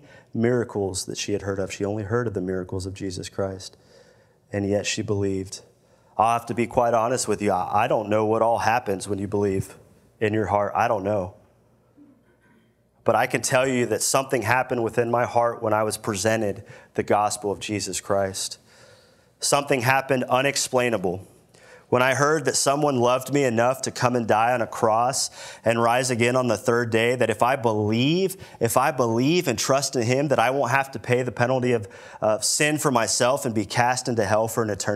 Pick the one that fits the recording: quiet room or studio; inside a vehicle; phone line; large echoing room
large echoing room